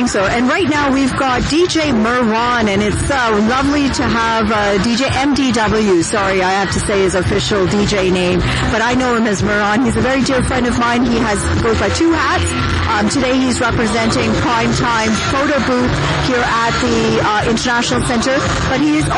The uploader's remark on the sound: Modern Bride Show LIVE on Location